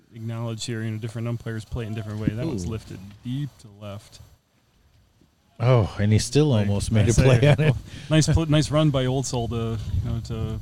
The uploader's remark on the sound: MVBBF in Frankenmuth. From the Michigan Vintage Base Ball Festival back in June.